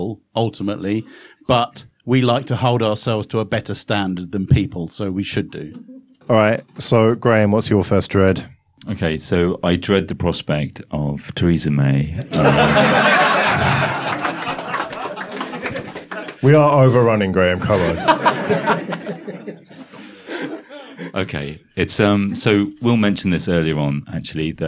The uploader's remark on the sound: It’s a live episode from FOSS Talk Live 2018!